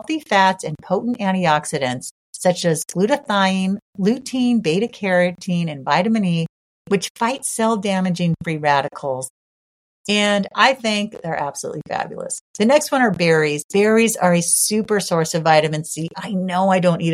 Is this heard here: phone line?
no